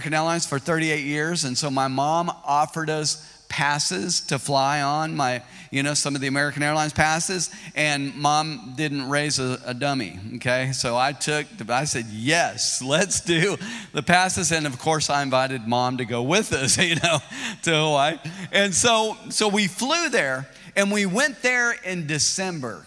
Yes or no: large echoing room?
yes